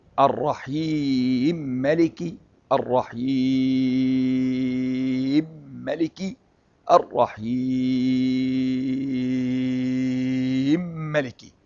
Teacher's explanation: إدغام الميم في الميم من رواية السوسي عن أبي عمرو، وهو إدغام عارض للسكون مجرور فيه الثلاثة فقط، لأن الميم والميم لا روم فيها.